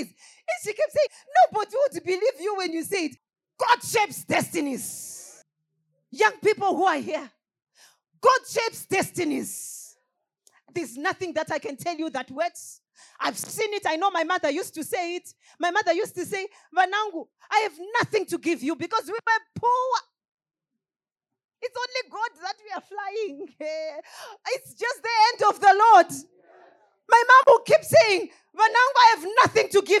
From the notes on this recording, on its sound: Sermon from our KFFA Conference (Easter Conference)